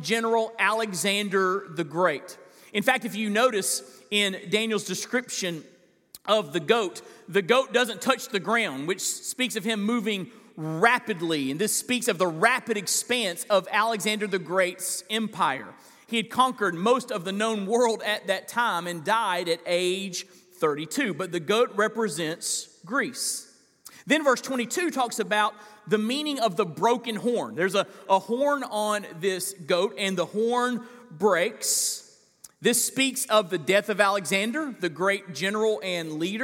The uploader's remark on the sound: This is a weekly listing of live sermons from First Baptist Church in Fort Walton Beach, Florida.